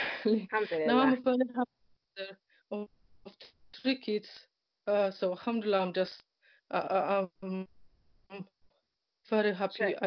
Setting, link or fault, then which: fault, drop-outs